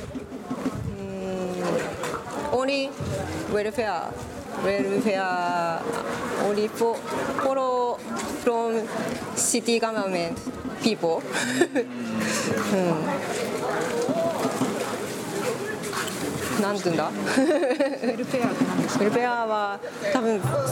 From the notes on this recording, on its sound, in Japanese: 横浜市中区にある日本三大ドヤ街と言われる。寿町に行きました。風の音やわたしの英語力のなさなどで聞き苦しいところもあるかと思いますが。